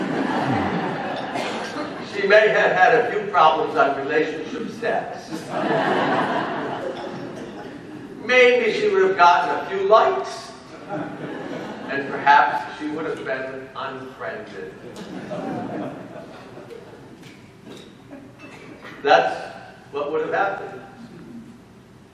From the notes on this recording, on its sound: given at the Metropolis of Detroit Clergy-Laity Conference in Troy, Michigan.